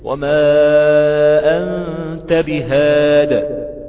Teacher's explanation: بالتسكين المحض بقلقلة حرف الدال من غير ما كسر أو ياء، لأنها محذوفة في الرسم.